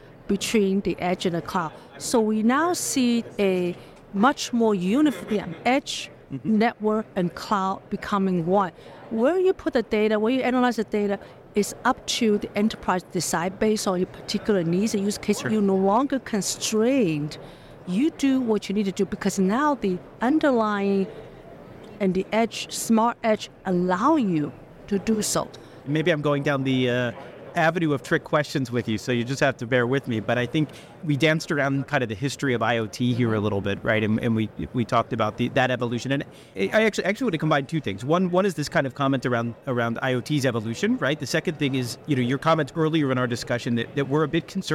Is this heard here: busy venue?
yes